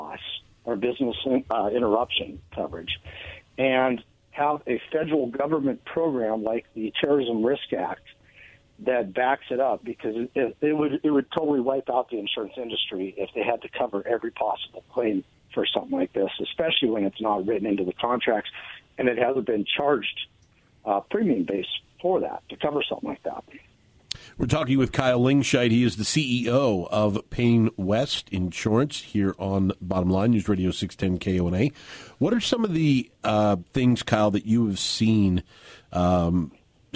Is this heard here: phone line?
yes